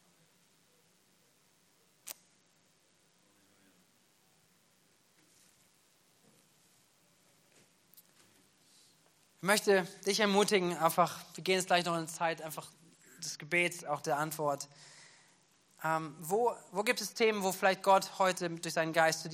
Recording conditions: large echoing room